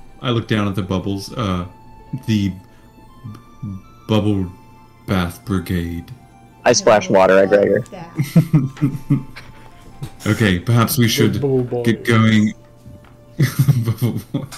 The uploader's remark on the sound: We're still learning when it comes to layout/editing/audio, so bear with us, it will improve over time!